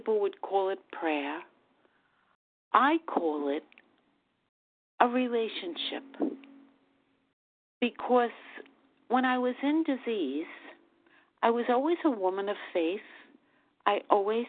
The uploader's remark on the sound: Qualification from the 100 Pounders Phone Meeting.